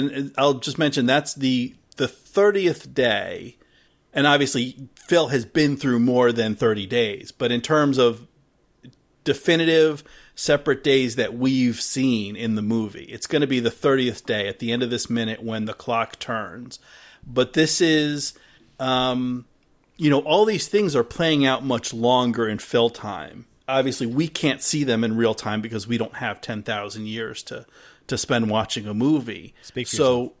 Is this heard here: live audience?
no